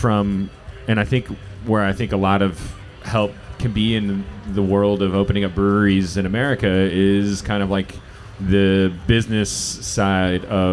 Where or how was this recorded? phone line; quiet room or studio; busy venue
busy venue